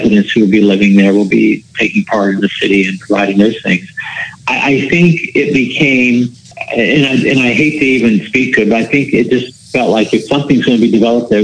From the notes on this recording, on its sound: We hopped on the phone